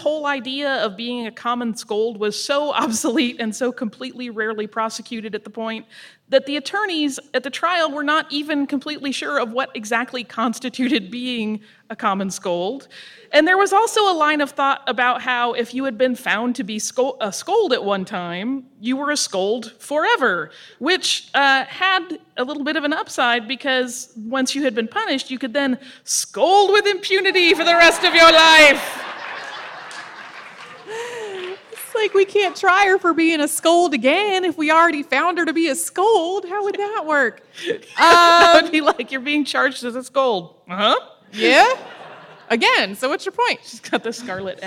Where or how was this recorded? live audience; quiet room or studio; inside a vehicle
live audience